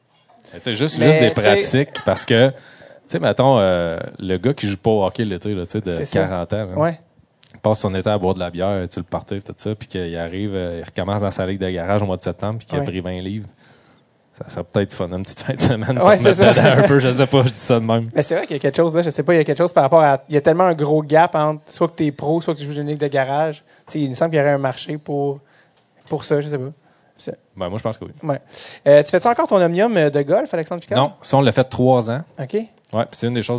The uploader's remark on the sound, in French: Le premier invité qu’on a reçu devant public, et ce dans sa ville natale au Festival Transistor de Gatineau.